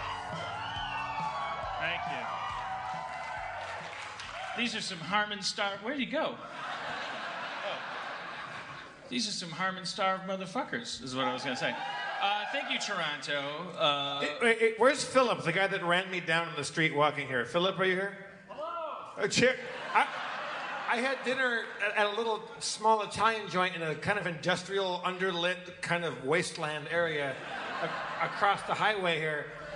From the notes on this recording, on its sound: Live At JFL Toronto 2016.